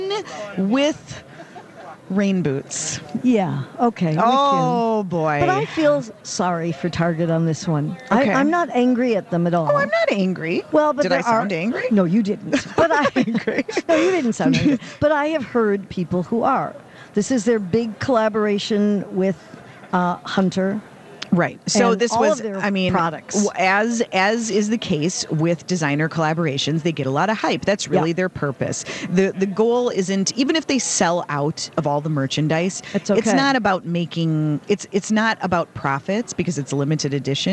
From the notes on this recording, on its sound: Live at the American Craft Council show